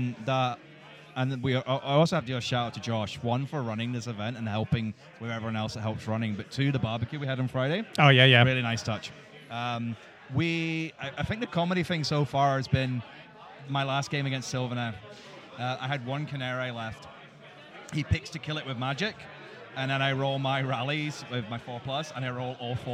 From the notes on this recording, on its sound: We recorded at the Northern Wastes GT to capture some of the excitement and chat with our cool new friends. The volume is all over the map.